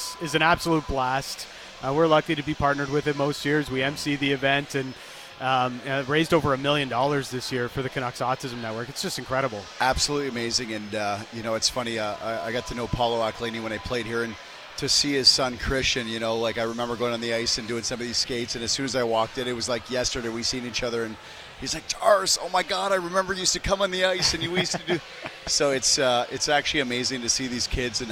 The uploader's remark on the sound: Live from the Canucks Autism Network Pro-Am Draft. Joined tableside by many guests.